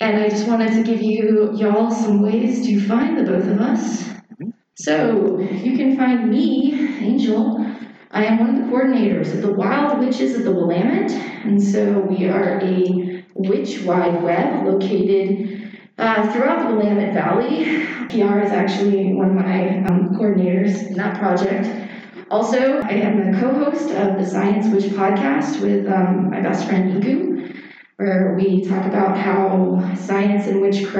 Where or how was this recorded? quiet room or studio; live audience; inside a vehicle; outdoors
live audience